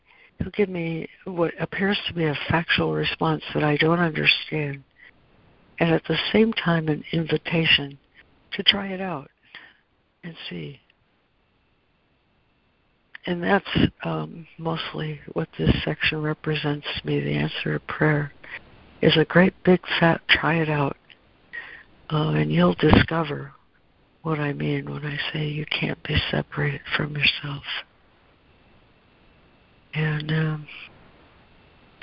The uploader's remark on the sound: ACIM Daily Conference Call